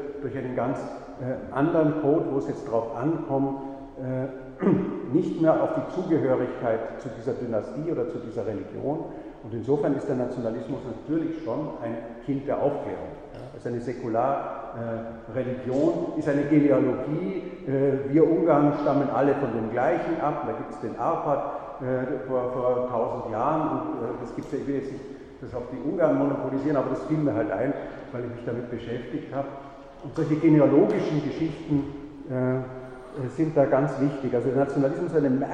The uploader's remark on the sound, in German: Diese Vorlesung wurde von Studierenden der Uni Wien aufgezeichnet